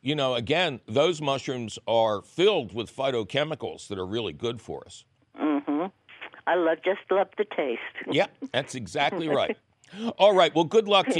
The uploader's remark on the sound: From the 2020 pandemic archives. Your Fabulous Phone Calls!